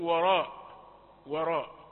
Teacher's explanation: الواو لم تأخذ حقها في الترقيق بل أثر عليها التفخيم